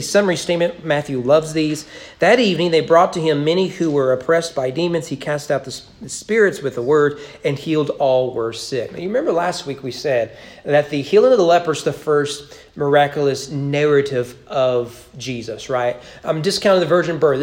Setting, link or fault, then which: setting, large echoing room